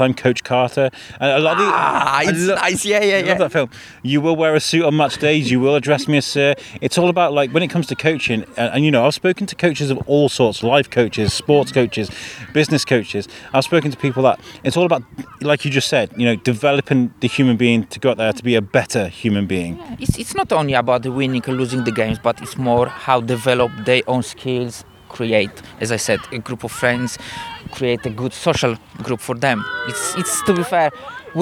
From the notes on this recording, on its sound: Mic in-hand on the football fields at SCAT (Shrewsbury College of Arts and Technology) on London Road. This mission today is to speak to coaches, parents and players.